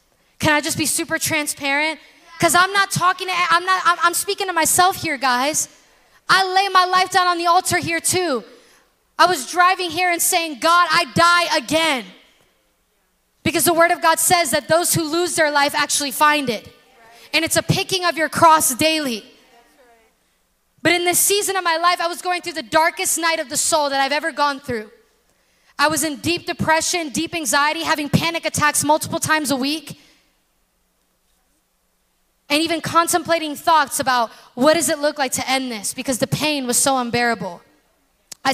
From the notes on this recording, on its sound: In this special episode recorded at our February Bloom Night.